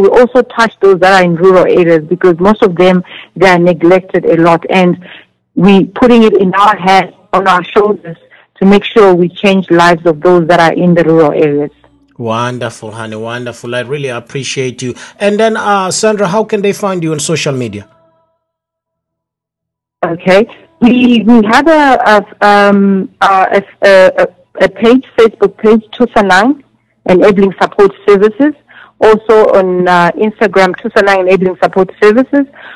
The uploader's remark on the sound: joined over phone